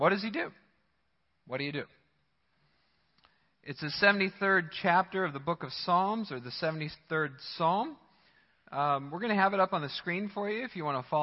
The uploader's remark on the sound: Midland Evangelical Free Church Sermon Audio